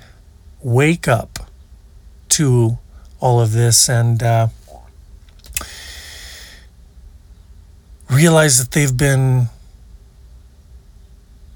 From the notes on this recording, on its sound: Recorded at Hot Spring Glamp Camp. Recorded at Hot Spring Glamp Camp.